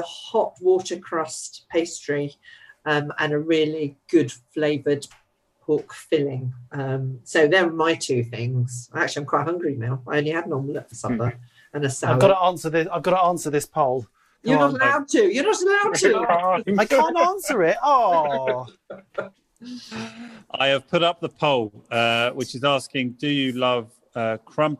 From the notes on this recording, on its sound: we held a special live webinar, from which this podcast is recorded